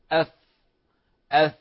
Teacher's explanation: يضمون الشفة إلى الداخل فيقولون أف أف، وهذا غير صحيح